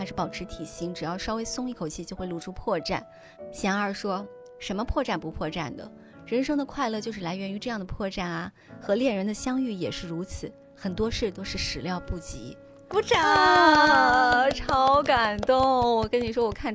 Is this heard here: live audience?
no